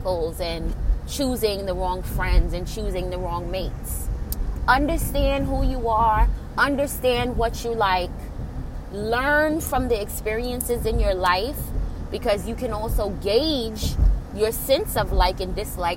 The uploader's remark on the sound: Enjoy the sound of the rain pounding on windshield of my vehicle.